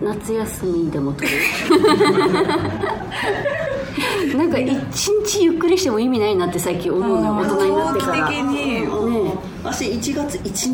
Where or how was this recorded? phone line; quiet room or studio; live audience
live audience